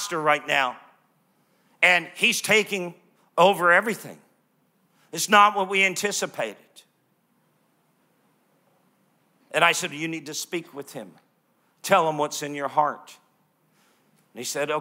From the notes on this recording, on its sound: live from Neuma Church in Melbourne, Australia